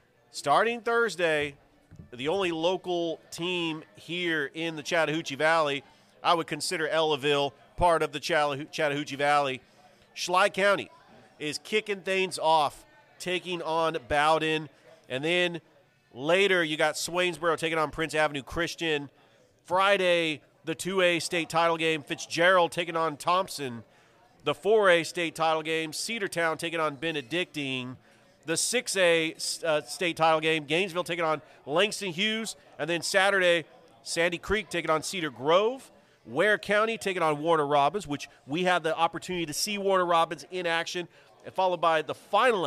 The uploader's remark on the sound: Live from Ivy Park Sports Bar and Grill.